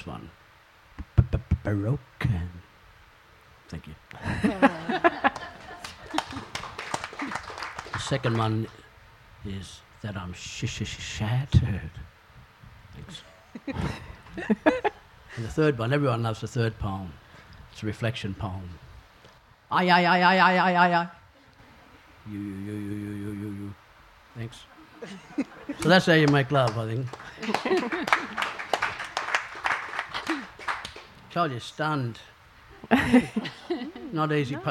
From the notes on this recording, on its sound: This panel took place as part of the 2019 NT Writers' Festival--Alice Springs